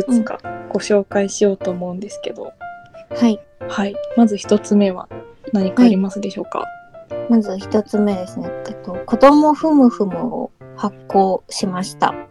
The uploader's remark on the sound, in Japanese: インターネットラジオ番組です。ラジオ配信はCasieでの初めての挑戦です。試行錯誤しておりますため、音質など聞き苦しい部分がありますがご容赦くださいませ。